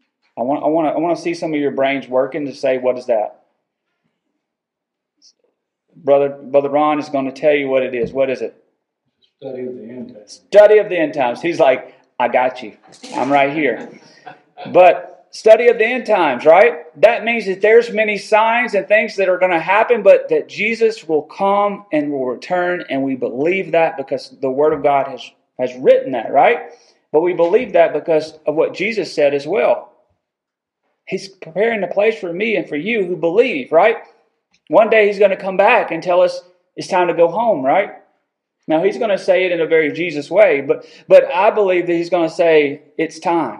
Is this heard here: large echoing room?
yes